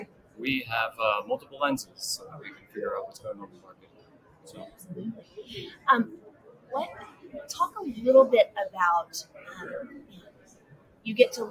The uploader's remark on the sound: Live at the SIIA 2022 Engage Conference